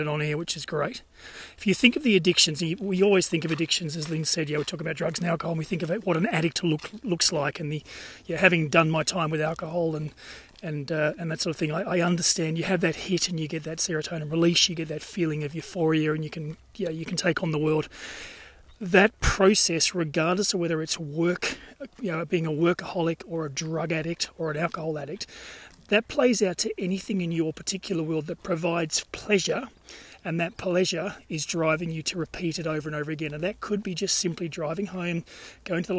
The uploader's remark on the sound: recorded during daily walks